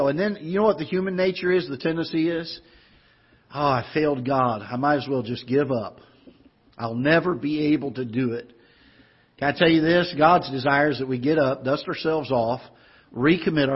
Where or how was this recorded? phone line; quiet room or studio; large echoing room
large echoing room